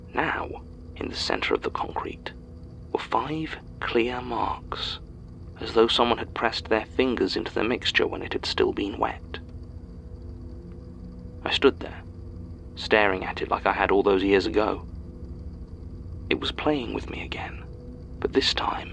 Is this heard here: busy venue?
no